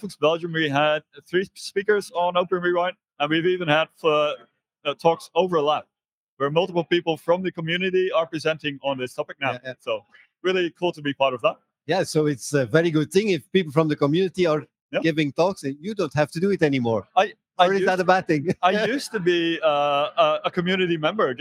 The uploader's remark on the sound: we had several interviews with the speakers and guests at the J-Fall conference in the Netherlands